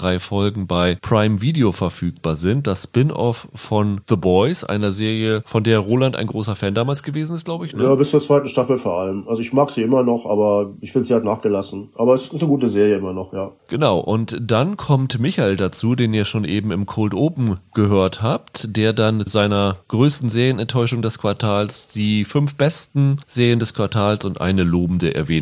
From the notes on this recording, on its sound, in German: per Telefon (entschuldigt daher die ausnahmsweise schwache Tonqualität)